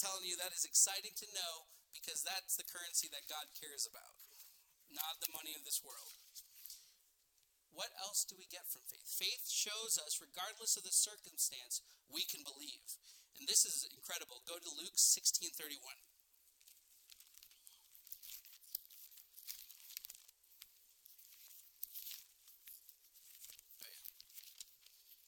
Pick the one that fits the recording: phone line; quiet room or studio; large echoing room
large echoing room